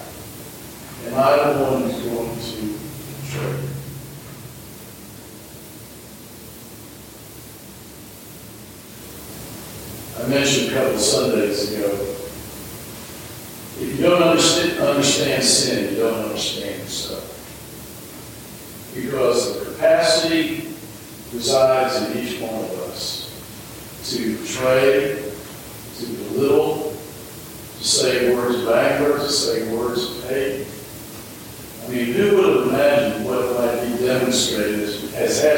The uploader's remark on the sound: Though the audio isn&apos;t quite as good as normal. Though the audio isn't quite as good as normal, we still wanted to offer this up for everyone to be able to reflect on the importance of the day.